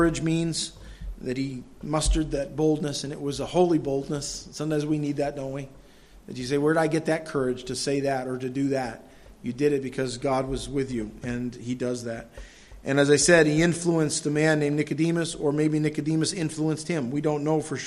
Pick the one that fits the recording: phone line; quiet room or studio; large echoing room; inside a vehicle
large echoing room